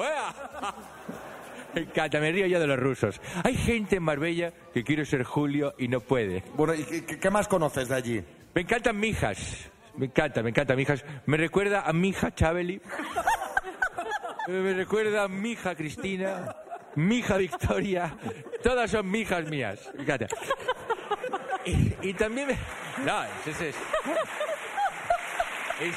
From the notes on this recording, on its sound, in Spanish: Las Mañanas KISS en directo desde MADRID. Nos hemos ido hasta el Espacio Maldonado de Madrid para disfrutar de un programón en directo.